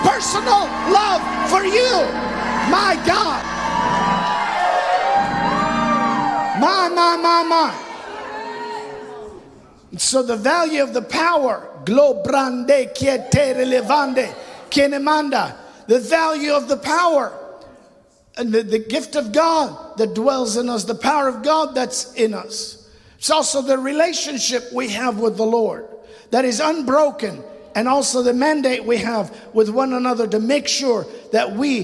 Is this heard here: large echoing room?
yes